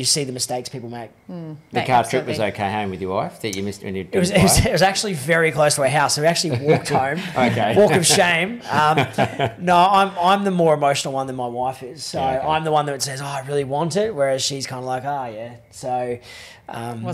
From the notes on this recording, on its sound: a special recording from the Brisbane Property Panel